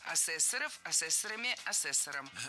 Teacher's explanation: Ассессоров неверно, правильно ассессоров. Существительное ассессор имеет неподвижное ударение на втором слоге. Ну а раз оно неподвижное, значит мы его не двигаем при изменении слова.